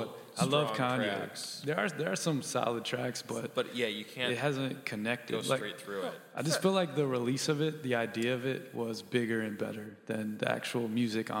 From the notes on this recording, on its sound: Recorded live at the Chicago Cultural Center as part of the City Of Chicago’s Creatives At Work Music Forum series.